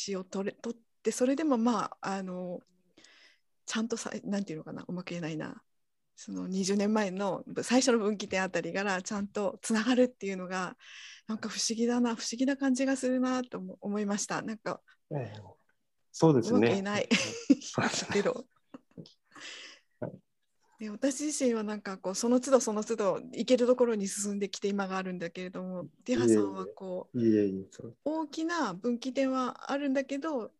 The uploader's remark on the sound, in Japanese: 収録場所： オンライン (Zoom)